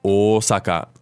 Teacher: which in Japanese we pronounce with a long O at the beginning